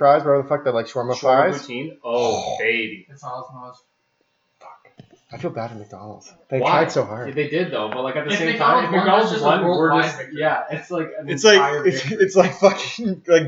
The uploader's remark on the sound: Audio warning - I really fucked this one up, listen if you want, sounds like ass the whole way through.